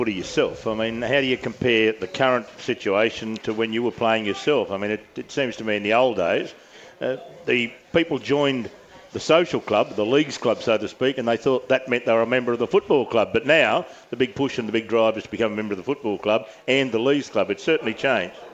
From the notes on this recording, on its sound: broadcast live from Wenty Leagues